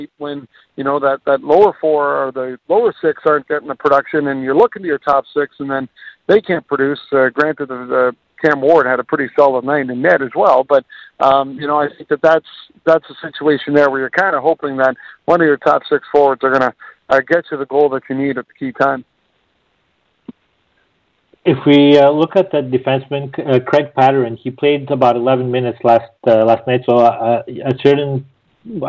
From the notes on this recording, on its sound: we take your phone calls